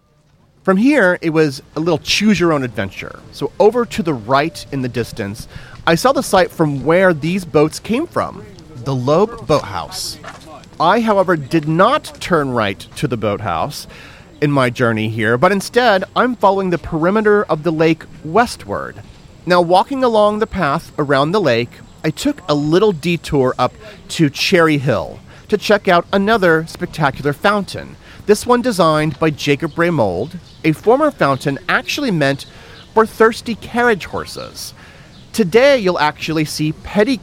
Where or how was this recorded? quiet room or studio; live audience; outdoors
outdoors